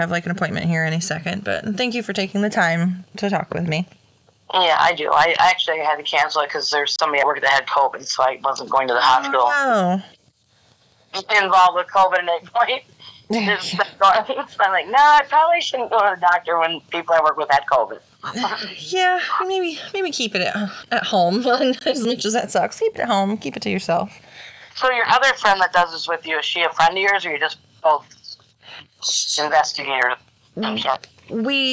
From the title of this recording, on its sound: Phone Interview